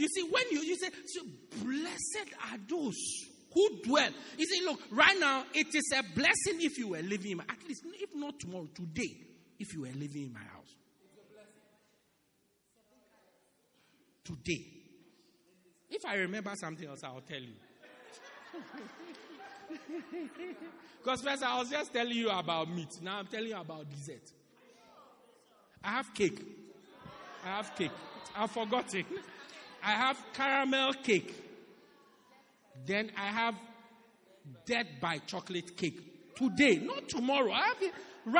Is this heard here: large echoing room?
yes